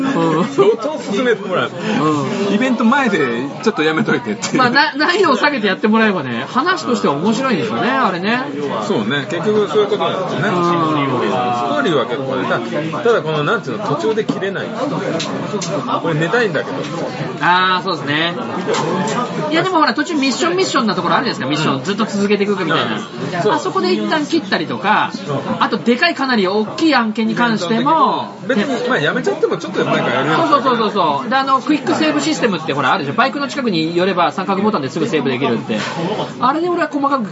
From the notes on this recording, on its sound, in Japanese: 音声はやはり良くないです。